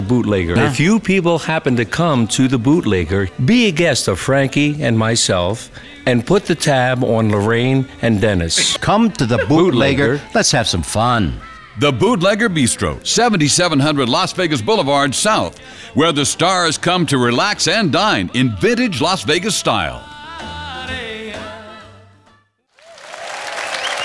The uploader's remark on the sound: Live at the South Point Casino